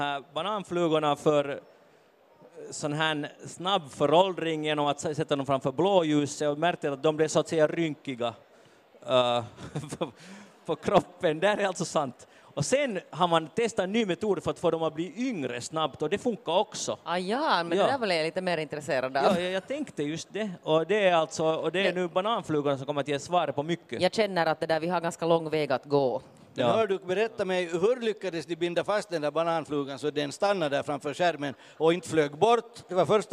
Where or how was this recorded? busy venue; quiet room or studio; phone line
busy venue